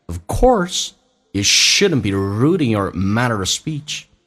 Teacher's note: or 不被强调，说成一个儿化音 er，轻轻的卷下舌头